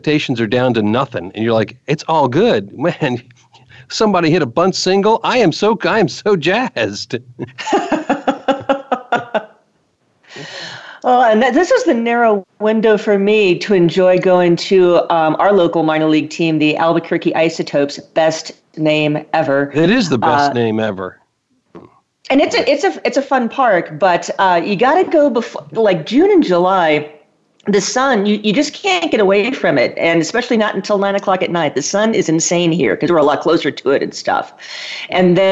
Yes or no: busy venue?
no